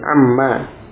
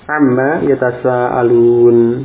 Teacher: ketika ma istifhamiyah didahului huruf jar, maka alifnya hilang. Sehingga menjadi dibaca pendek, amma. Dan ini khusus pada ma istifhamiyah.